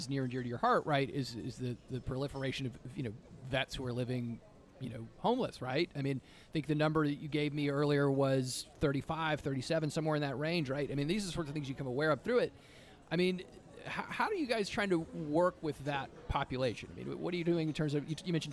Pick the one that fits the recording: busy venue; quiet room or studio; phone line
busy venue